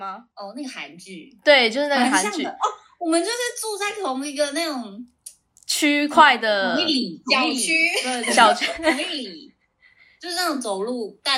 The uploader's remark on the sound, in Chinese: 本集由於過年期間錄製，外來聲音影響重疊，加上第一次嘉賓來訪，聲音錄製的品質稍有影響，請各位聽眾見諒。